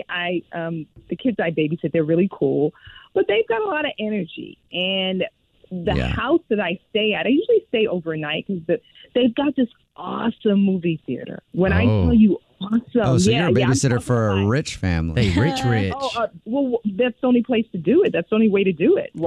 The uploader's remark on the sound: called into The Jubal Show